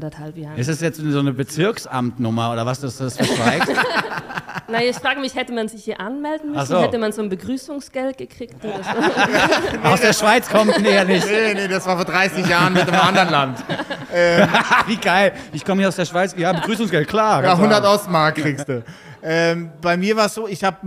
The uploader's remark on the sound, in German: Live aus der Botschaft der Schweiz in Berlin. Live vor Publikum. Der Berliner Alphorn Verein.